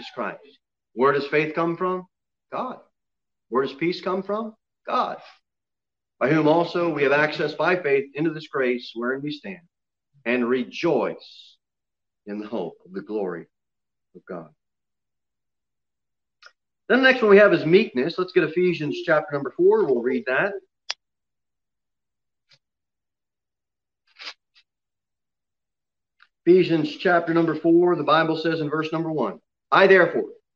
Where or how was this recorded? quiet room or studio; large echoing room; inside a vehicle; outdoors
large echoing room